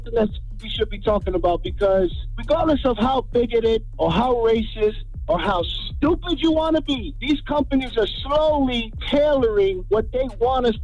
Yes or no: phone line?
yes